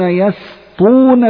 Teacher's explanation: نظرا لمجاورة السين للطاء، احذر أن تفخم هذه السين وتجعلها صادا · Term: رقق السين